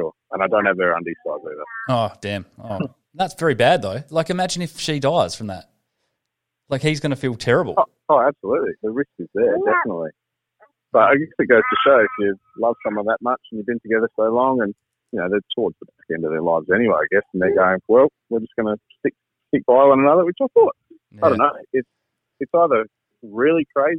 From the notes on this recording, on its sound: ITS OFFICIAL! WERE IN LOCKDOWN! THE GUYS CALL IN FROM HOME.